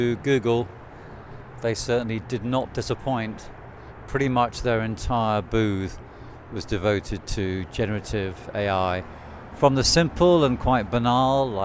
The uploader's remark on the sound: Attended the CES show in Las Vegas. Audio diary, musings and highlights from the Consumer Electronics Show 2024 in Las Vegas.